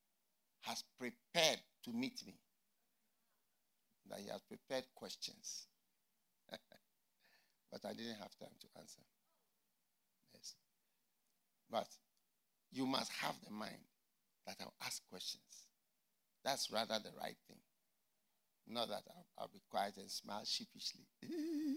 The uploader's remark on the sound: Preached at the FLOW Church Service.